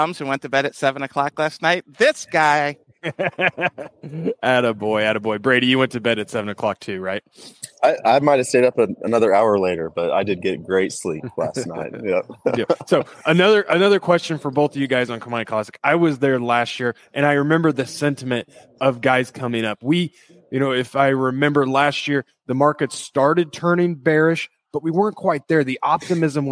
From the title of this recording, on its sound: Live from Commodity Classic